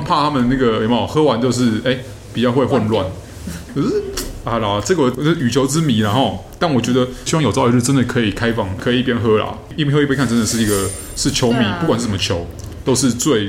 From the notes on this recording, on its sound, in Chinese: 本集白噪音指數：0/5。錄音地點： The Gathering Cafe 齊客咖啡。